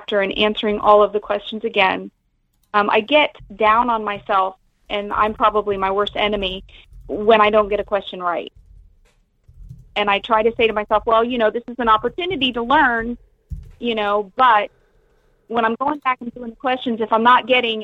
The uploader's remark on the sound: Live Calls